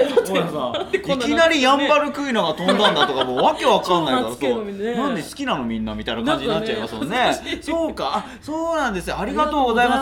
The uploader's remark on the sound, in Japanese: 初めての公開収録